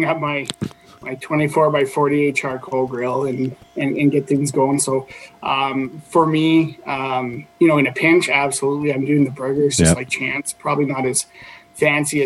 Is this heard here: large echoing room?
no